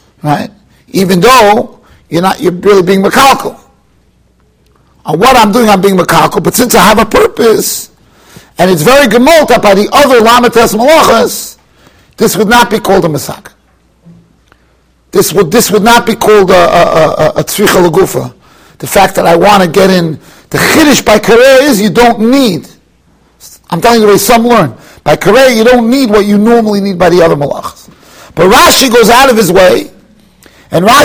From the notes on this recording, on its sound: Shiur recorded in Yeshivas Ohr Reuven, Monsey, NY.